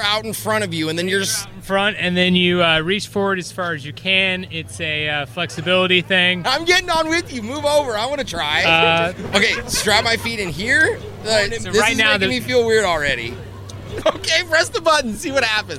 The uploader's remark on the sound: Whatcha Doin At Science & Beer Night. Live 95.5.